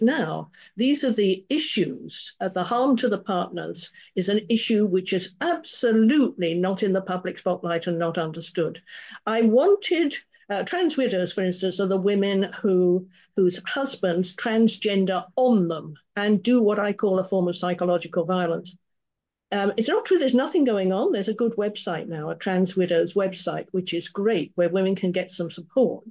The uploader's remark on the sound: A live webinar on Sunday 28th Jan at 10am UK time.